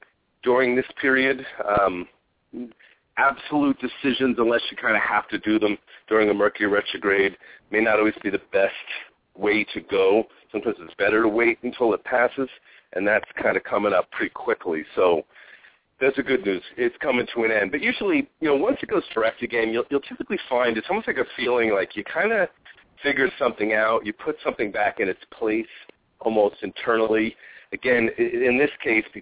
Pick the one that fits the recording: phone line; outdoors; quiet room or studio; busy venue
phone line